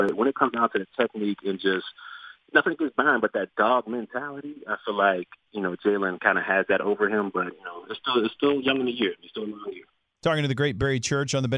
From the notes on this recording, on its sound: called